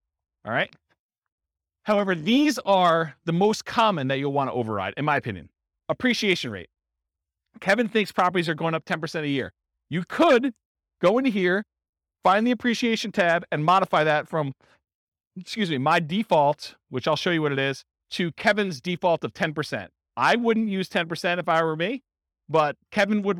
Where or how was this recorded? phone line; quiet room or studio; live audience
live audience